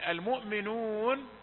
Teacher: المؤمنون في صوت غنة لكنها ليست بمقدار حركتين